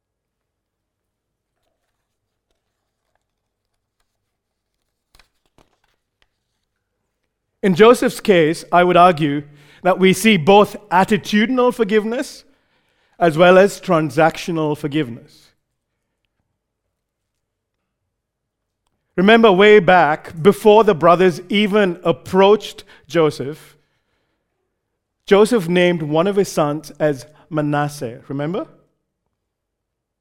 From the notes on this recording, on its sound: Recorded live at Grace Community Bible Church.